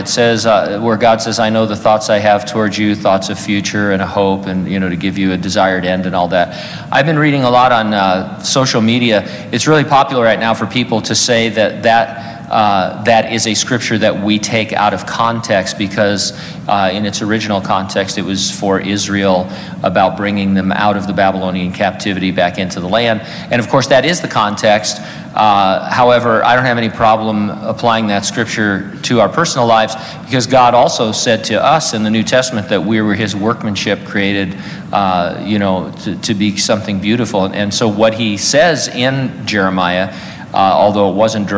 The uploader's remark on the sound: during a live Q&A session